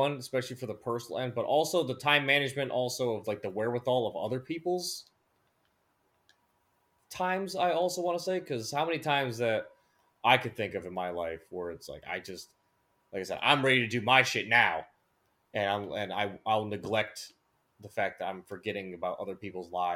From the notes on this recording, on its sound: the microphone issue is still there